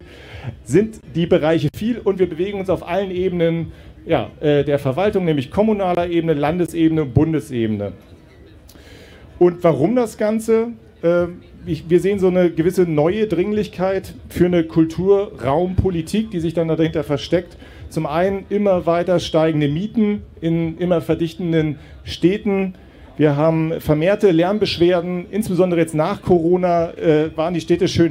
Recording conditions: live audience